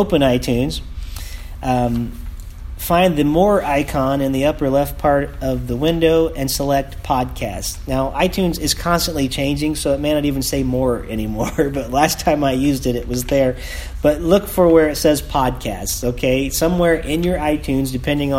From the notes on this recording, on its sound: recorded at Team Day in Perry Michigan